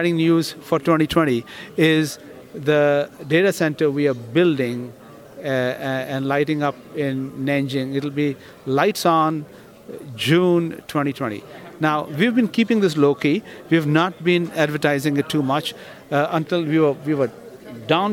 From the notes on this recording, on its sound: Live from PTC'20